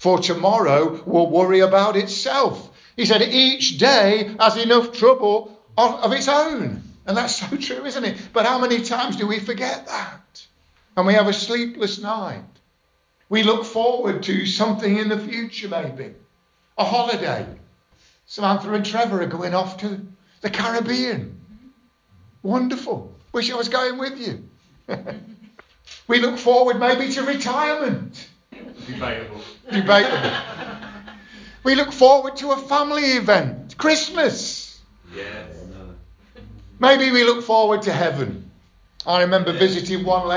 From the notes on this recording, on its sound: Estuary Elim Church Ashingdon Evening Service. Preaching on 'Live in the moment' at Estuary Elim Ashingdon.